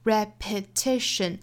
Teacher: 注意重音位置是在 t 这个音节上